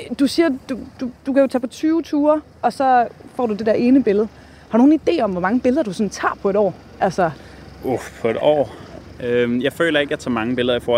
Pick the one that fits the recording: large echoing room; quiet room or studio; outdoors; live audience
outdoors